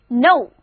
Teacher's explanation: know 字母组合 O-W 发 O 的音， K 不发音